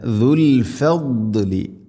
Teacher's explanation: വല്ലാഹു ദുൽ ഫദ്ലിൽ അസീം, വല്ലാഹു ദുൽ ദുൽ അല്ല ദുൽ ഫദ്ലി, ദാദ് സാദിന് പുള്ളിയിട്ട ദാദ്, നാവിൻ്റെ ഏതെങ്കിലും ഒരു സൈഡ് അണപ്പല്ലുകളോട് ചേർന്ന് ഹെവി ആയിട്ട് സ്വരഭാരത്തിൽ ഉച്ചരിക്കും